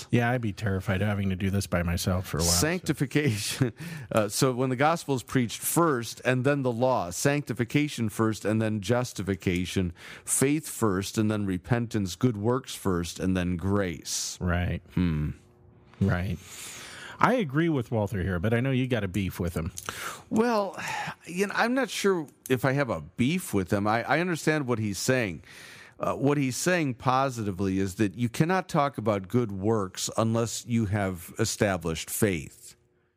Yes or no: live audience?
no